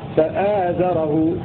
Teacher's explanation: واقصر فآزره ملا، أي روى ابن ذكوان بحذف الألف التي بعد الهمزة فيه فآزره، فيرويها فأزره بدون مد بعد الهمزة فأزره. وقرأ الباقون بإثبات ألف ويمد مد بدل فآزره، ولورش ثلاثة البدل.